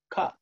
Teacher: the tongue actually raises and touches the palate. And it blocks the air from coming and then it releases it.